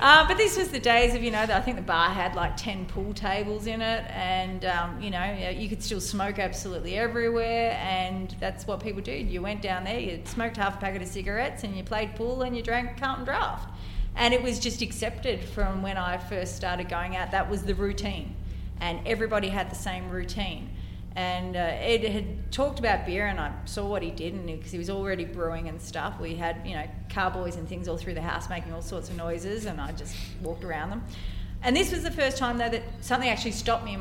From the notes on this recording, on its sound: The episode was recorded at The Mallow Hotel in Skipton Street, Ballarat